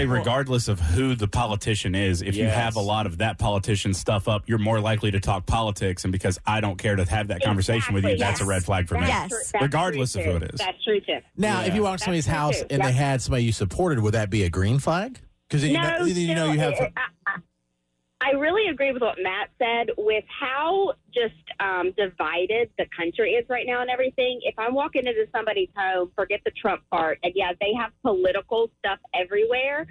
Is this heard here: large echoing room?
no